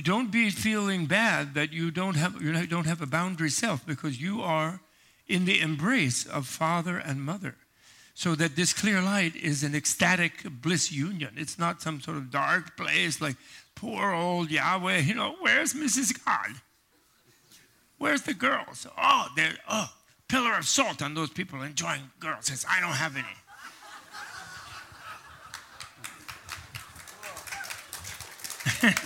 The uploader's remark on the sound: Live from the 2018 “ Spring on Maui ” retreat